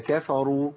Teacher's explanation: نخلص الكاف والفاء من الراء. يعني ما نفخمش الكاف ولا نرققها قوي، يعني ما ينفعش نقول كفروا ولا ينفع نقول كفروا، هي كفروا.